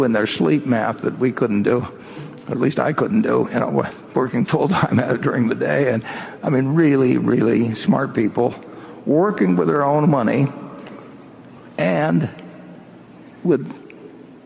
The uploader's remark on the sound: BRK 2019 AGM Highlight. One of the highlights from the five hours of Q&A at the 2019 Berkshire Hathaway AGM in Omaha.